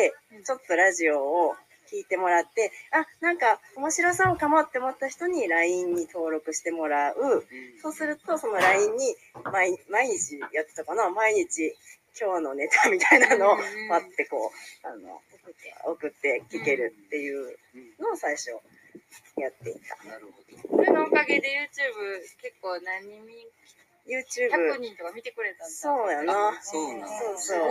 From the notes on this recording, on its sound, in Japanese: 初の野外収録。京都府木津川市加茂町にお出かけライブ収録してきましたよ！！